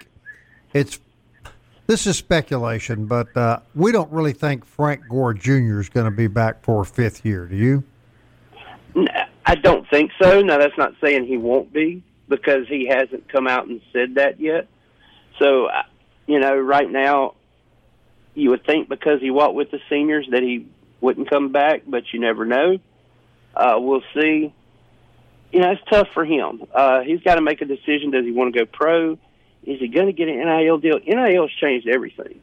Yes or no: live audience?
no